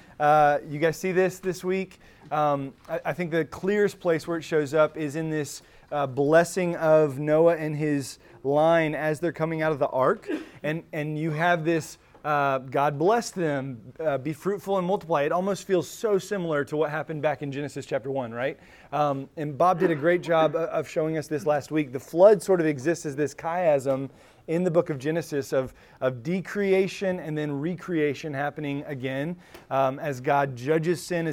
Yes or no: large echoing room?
yes